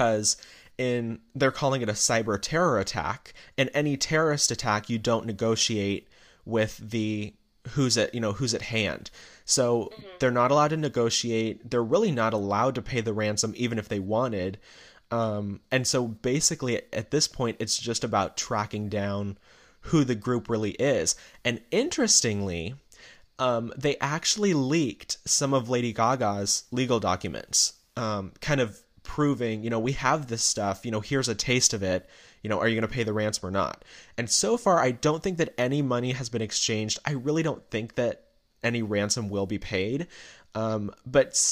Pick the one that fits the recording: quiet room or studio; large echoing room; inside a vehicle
quiet room or studio